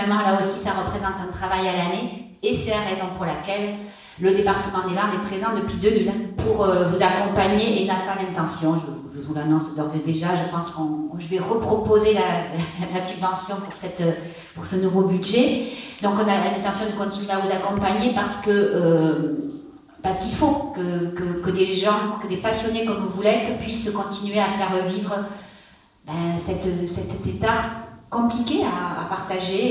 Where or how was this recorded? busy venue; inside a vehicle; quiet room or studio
busy venue